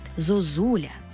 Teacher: Але «о» в українській мові дуже часто наближається до «у». Ненаголошений «о» наближається до «у» лише перед складом з наголошеним «і» або «у».